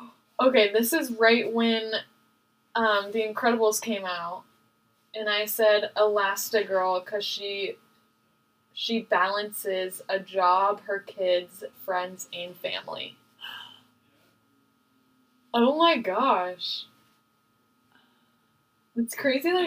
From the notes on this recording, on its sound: this episode the audio is a little bit better, but not by much